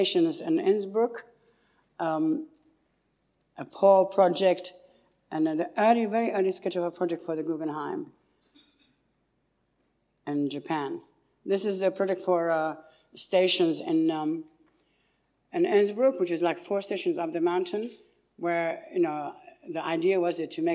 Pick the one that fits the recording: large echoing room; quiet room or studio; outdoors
large echoing room